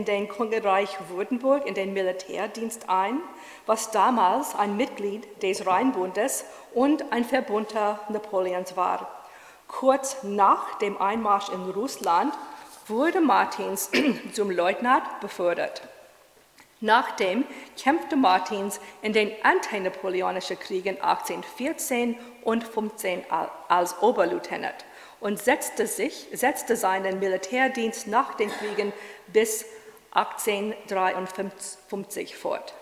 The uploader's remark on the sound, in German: In einem öffentlichen Vortrag am Historischen Kolleg in München